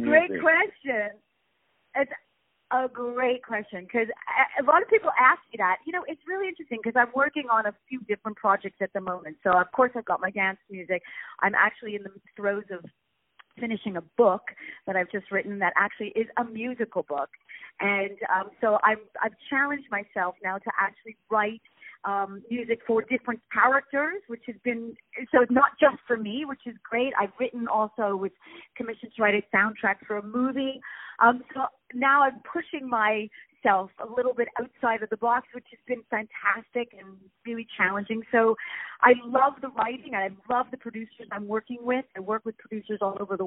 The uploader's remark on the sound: On the phone.